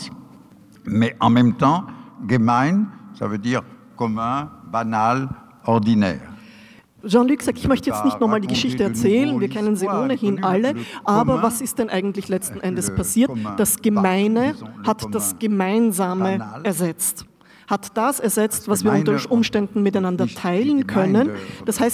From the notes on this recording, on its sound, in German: Passagen Gespräch im Semperdepot. Im Wiener Semperdepot. Zu hören ist ein behutsam gekürzter Mitschnitt des Abends.